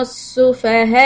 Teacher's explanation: When you stop, then give a little bit of a jolt or a hiccup sound to the hamza. So we make sure that it is there.